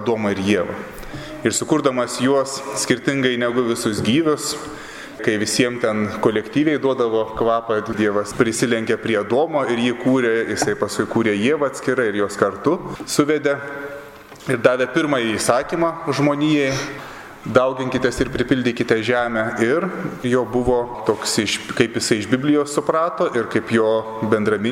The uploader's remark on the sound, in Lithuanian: Įrašas iš Šeimų festivalio.